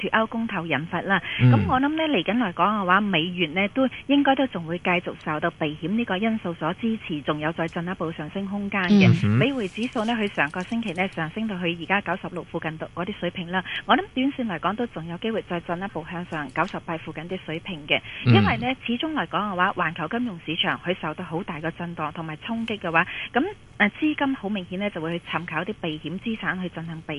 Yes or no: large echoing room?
no